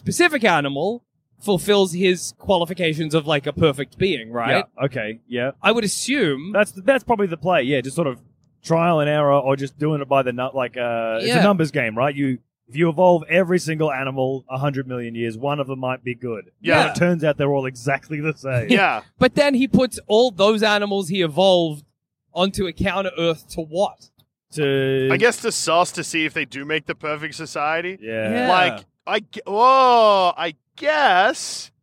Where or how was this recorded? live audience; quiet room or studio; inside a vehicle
inside a vehicle